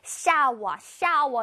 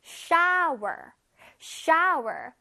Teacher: 자, 끝에 R 발음 나는 거 들었어? · Shown in: second take